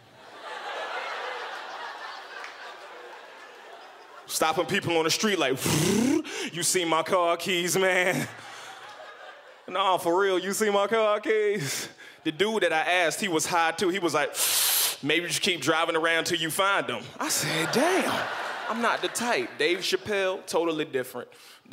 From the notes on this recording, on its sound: brings the house down at the 2012 Just for Laughs Festival in Montreal